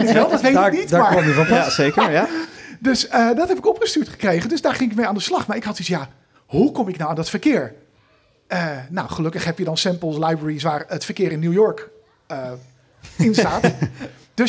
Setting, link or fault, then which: setting, live audience